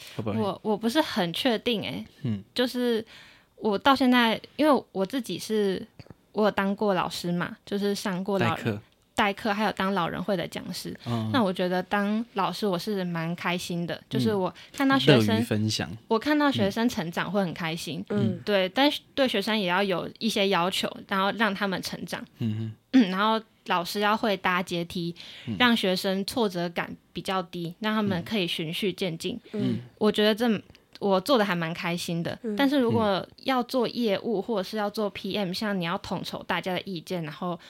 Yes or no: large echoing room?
no